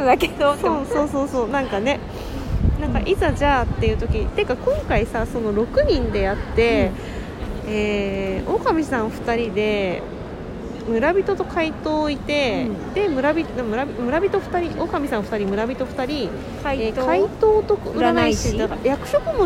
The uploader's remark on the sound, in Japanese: 野外収録の為、環境音注意